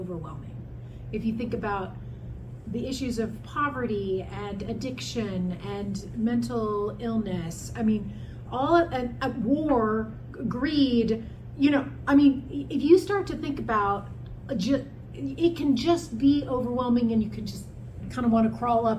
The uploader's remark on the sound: Episode 109 was recorded at the West Seattle food bank, so the quality of the recording is below